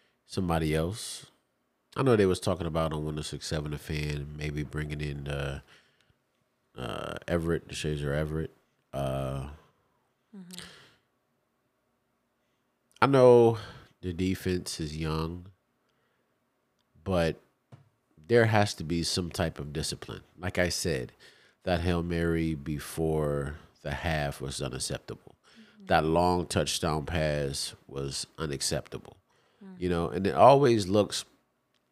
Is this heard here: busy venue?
no